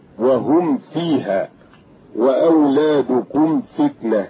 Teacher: ويراعى الضغط على الميم في مثل هذا الموضع لئلا تختفي في الفاء للتقارب بينهما · Term: إظهار شفوي